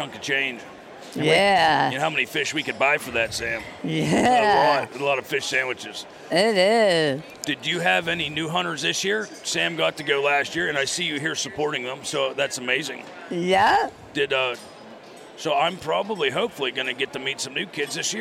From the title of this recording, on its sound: Live from the Great American Outdoor Show 2019